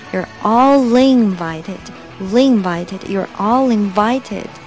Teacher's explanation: l 和 invited 前面的 in 可以做连读